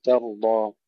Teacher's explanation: نرقق التاء ونفخم الراء وكذلك نفخم الضاد جيدا